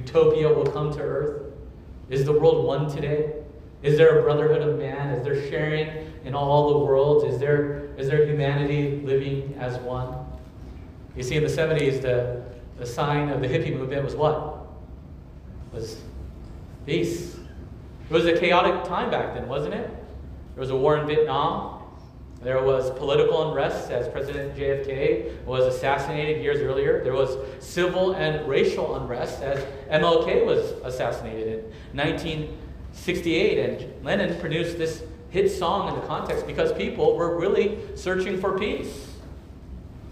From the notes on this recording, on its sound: at Immanuel Church of Orange County on July 23, 2023